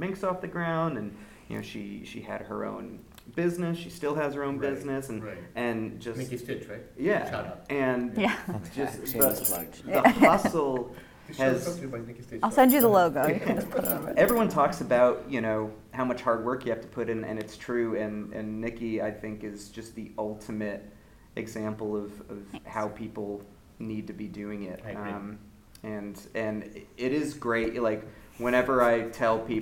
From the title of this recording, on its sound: LIVE at SXSW 2023